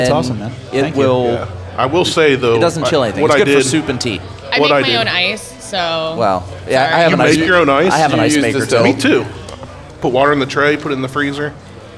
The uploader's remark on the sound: We were lucky enough to be invited on location at Balboa’s in Grandview.